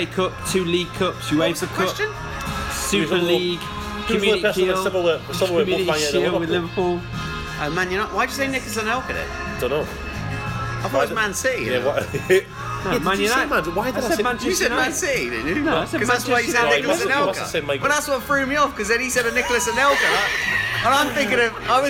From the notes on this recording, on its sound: We have to move pubs half way through recording... Mainly due to the pub closing for a function but also due to the noise around us. We had to edit out a whole section due to one man eating a packet of crisps!